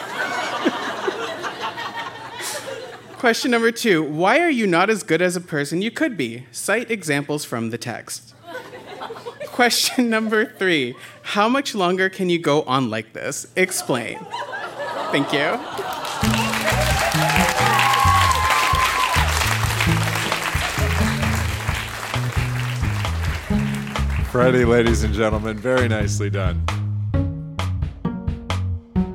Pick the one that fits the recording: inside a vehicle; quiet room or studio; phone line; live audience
live audience